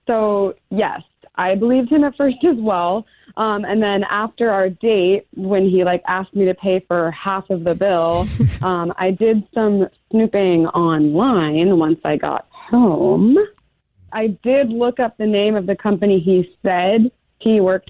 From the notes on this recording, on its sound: We get that other person on the phone